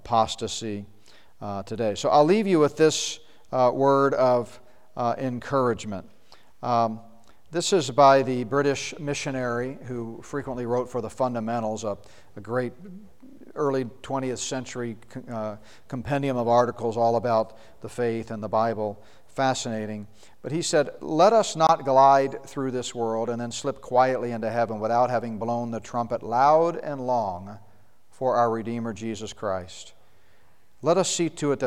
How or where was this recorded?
live audience